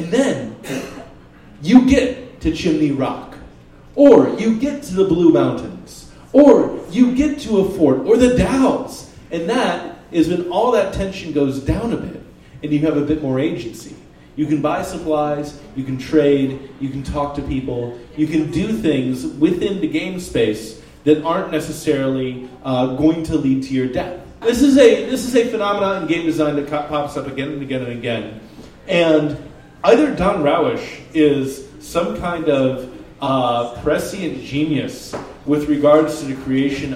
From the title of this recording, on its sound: Live at the Jack London